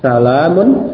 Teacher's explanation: Kita ucapkan huruf lam itu raqiqah, raqiq, tipis.